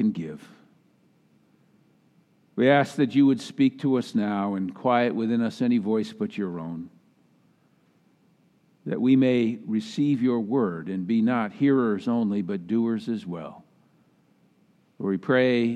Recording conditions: large echoing room